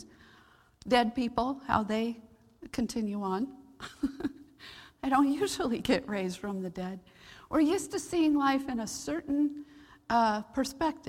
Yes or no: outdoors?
no